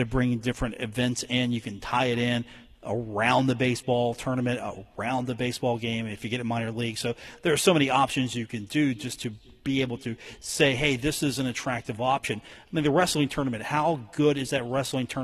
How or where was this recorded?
busy venue